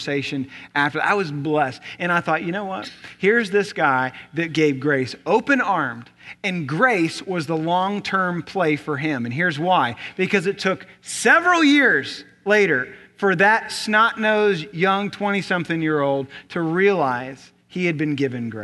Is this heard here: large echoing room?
yes